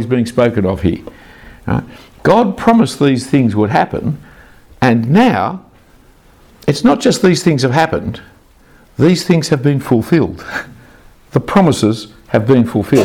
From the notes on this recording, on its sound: A talk preached at Christ Church Durham.